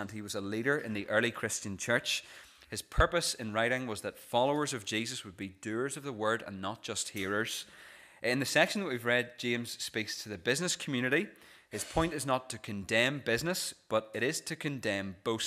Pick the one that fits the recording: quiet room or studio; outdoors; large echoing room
large echoing room